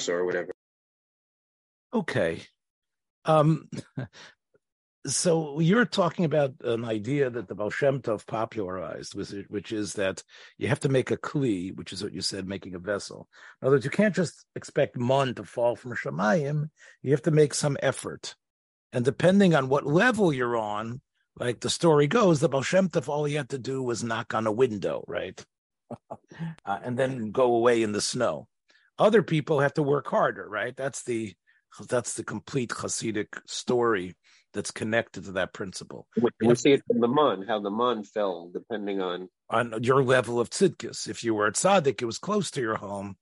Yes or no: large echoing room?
no